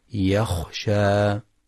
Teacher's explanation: يخطئ من يقرأ يخشى قريبة من يغشى، والصواب تحقيق الخاء